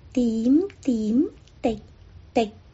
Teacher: 滴是短音，短音必须要把你的气流收住，但是不需要闭上嘴巴